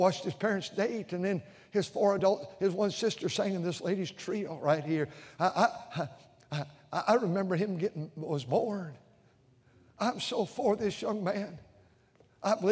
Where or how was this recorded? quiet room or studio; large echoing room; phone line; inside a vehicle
large echoing room